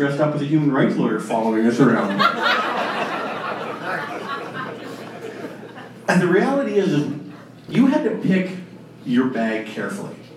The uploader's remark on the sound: Recorded Live October 2016